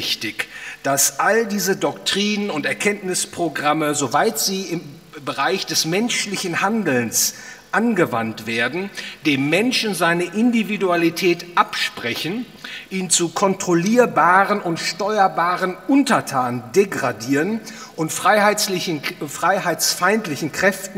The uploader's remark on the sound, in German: aufgenommen auf dem Ludwig von Mises Seminar